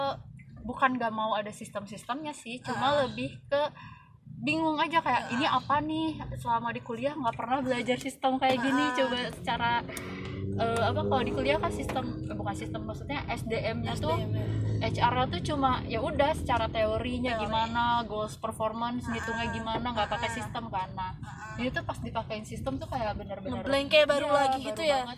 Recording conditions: background noise